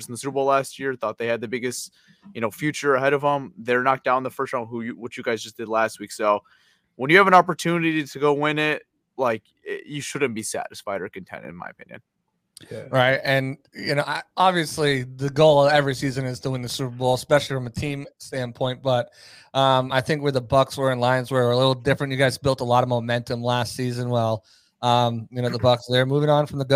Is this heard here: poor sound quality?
no